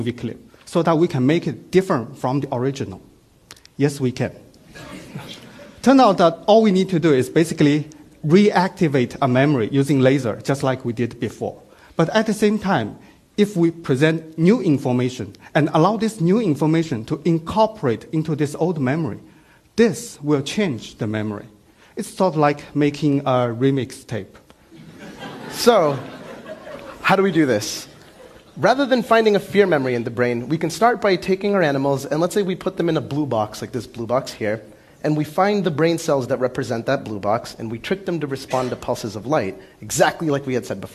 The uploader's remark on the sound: Filmed at TEDxBoston